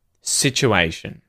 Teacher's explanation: And the secondary stress is actually on sit, but we'll just keep it simple, Asian.